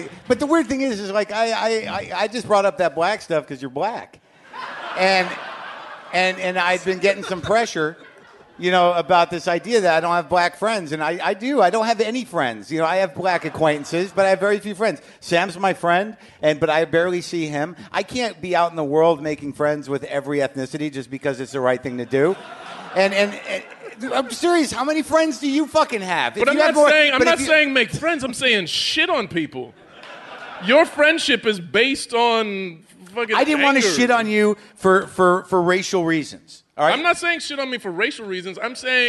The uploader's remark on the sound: It's live WTF from Brooklyn!